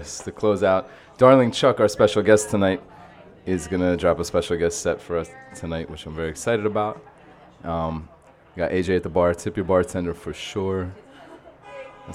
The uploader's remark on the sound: Originally broadcast live. From the storefront of The Late Late Bar on Houston Street in New York City.